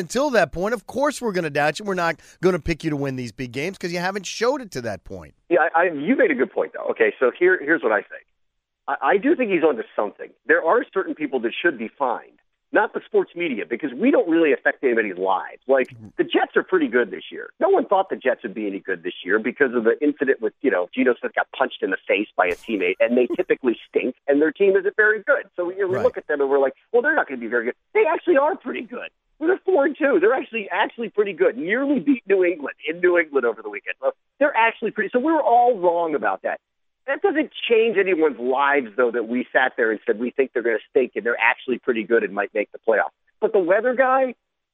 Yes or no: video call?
no